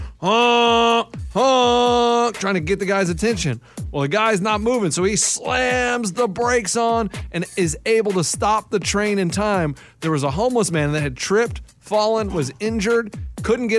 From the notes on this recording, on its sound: We were able to track down the 911 audio